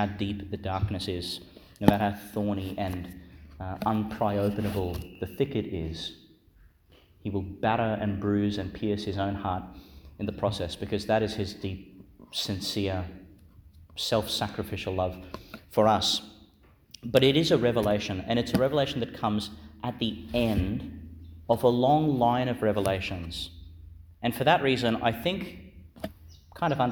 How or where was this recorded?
large echoing room